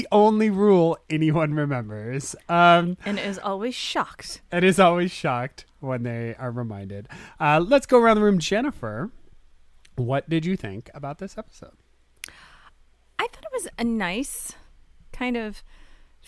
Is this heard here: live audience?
no